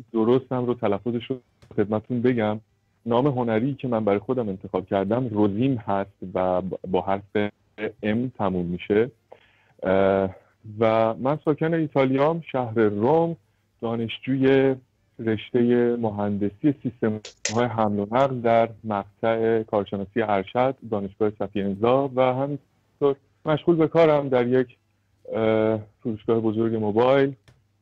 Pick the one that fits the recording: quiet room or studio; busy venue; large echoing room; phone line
phone line